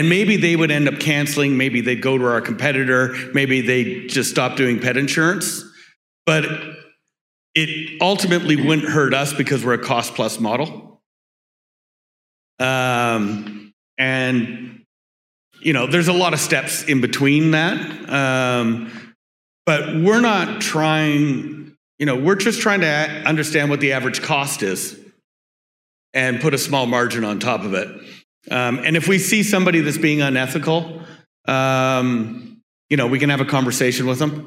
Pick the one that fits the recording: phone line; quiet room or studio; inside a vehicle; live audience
live audience